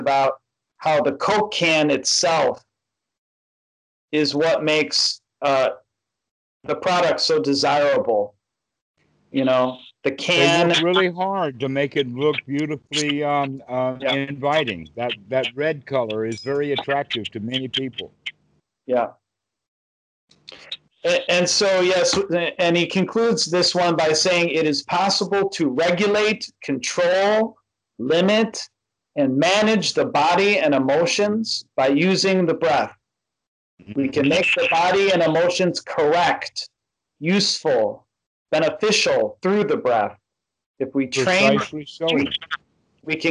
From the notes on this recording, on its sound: Skype calls on this channel.